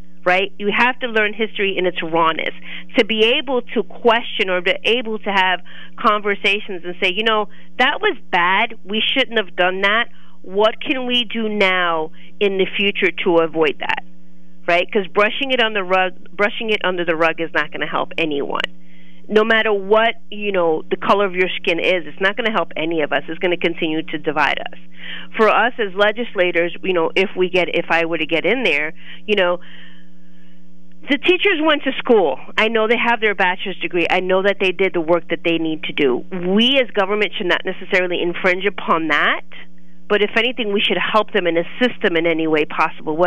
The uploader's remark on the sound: call